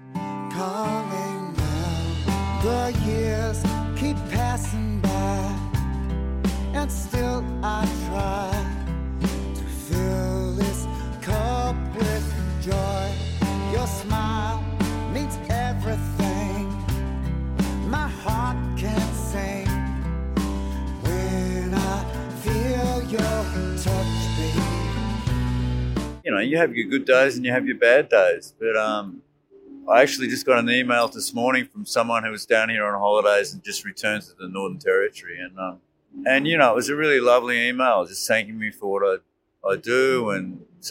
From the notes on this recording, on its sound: Interview recorded on May 30, 2023 (Bourke Street Mall, Melbourne Central Business District). Busking solo on Melbourne’s streets.